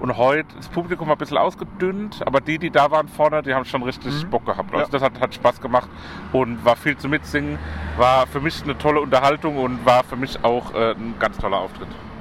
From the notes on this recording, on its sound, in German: Maifeld Derby Festival. Wir berichten erneut mit einer Folge direkt vom Festival!